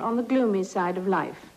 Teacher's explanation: Так вот, gloomy тут уже не такой длинный, а довольно сжатый звук «у».